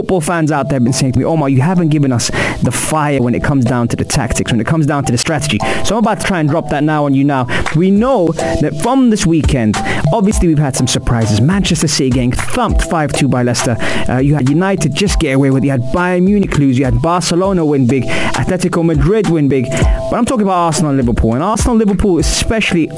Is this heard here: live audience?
no